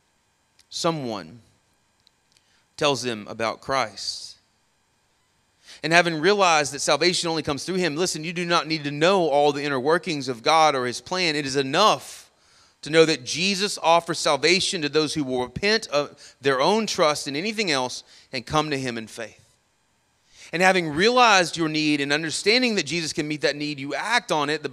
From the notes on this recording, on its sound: Sermon audio from our morning service